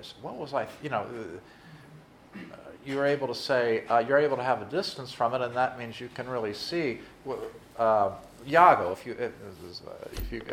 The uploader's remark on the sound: during his lecture to students and faculty on January 27 at Christendom College